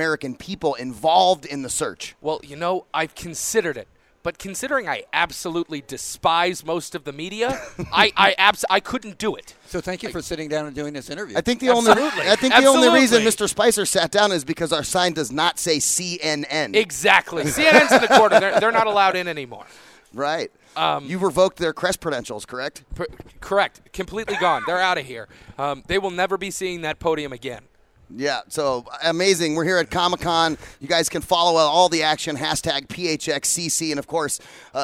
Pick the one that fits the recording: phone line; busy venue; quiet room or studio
busy venue